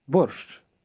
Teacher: Most Ukrainians do not pronounce the sh at the end of this word too distinctly.